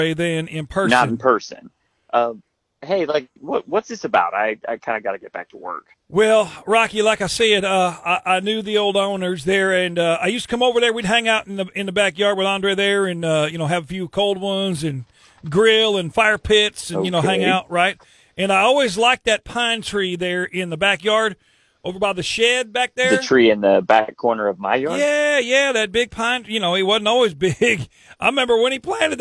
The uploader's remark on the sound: Friday Phone Jacks